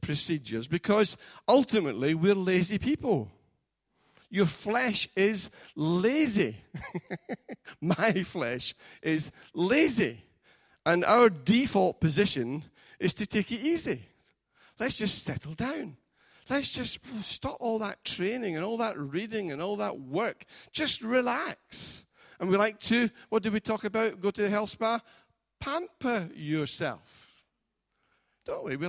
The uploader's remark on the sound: Recorded at freedomcentre church, Preston on Sunday 2nd June 2019